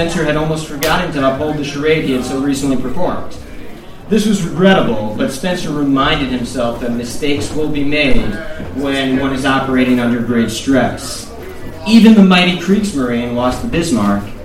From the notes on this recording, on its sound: live event at Sovereign House in NYC